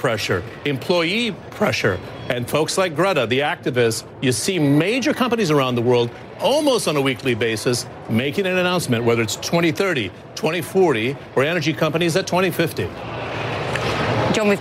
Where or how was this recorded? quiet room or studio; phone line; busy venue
busy venue